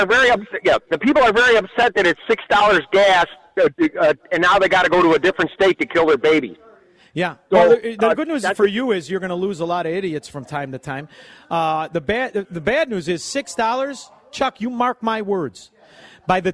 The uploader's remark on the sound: LIVE from Mistwood Golf Course today and the Annual AM560 Golf Outing